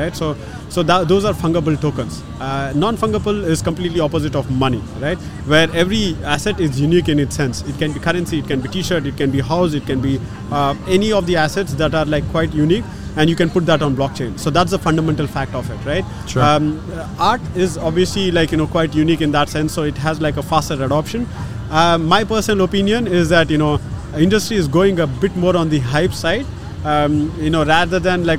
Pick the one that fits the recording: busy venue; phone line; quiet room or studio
busy venue